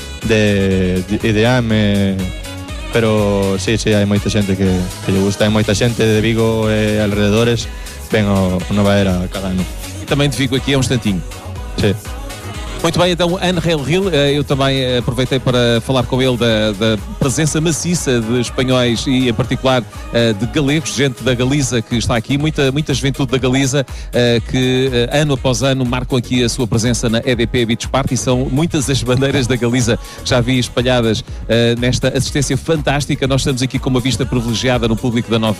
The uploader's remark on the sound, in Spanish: Entrevista realizada por Radio Nova Era durante el primer día de festival